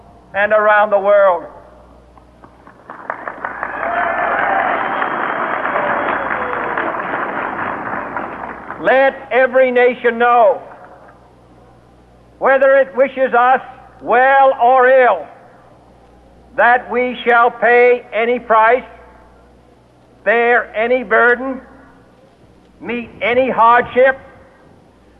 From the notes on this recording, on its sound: It was well below freezing and windy, and he took the oath and delivered this speech without a coat, wearing just a regular suit. We had a vinyl recording of the speech at home.